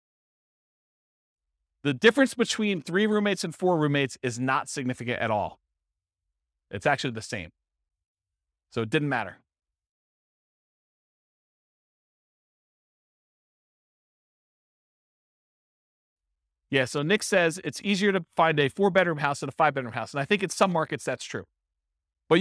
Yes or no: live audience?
yes